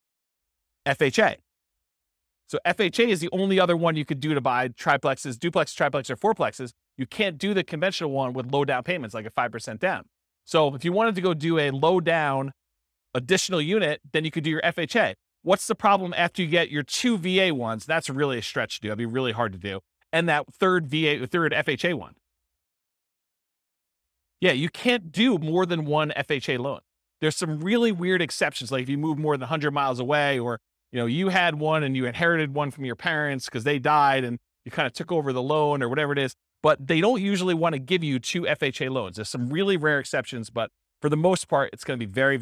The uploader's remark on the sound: This was a live class recorded